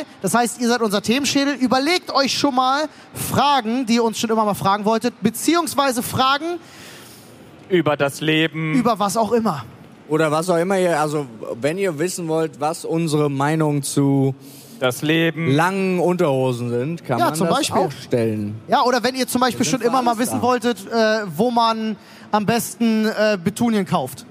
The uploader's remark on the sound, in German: Live von der Polaris in Hamburg